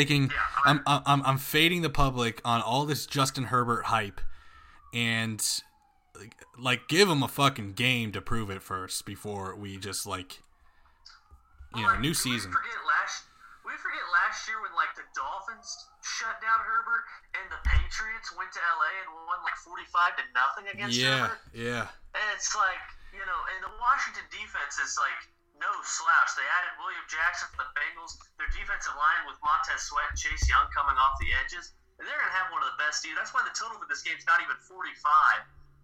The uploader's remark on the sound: the Bois Can't Figure Out How to Record Right